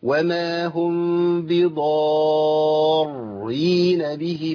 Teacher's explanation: الراء المشدده يخلوها مخففه راء واحده · Term: راء مخففه